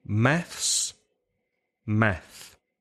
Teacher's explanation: So once again, maths, math. Well, in both cases, group one, voiceless, no vibration.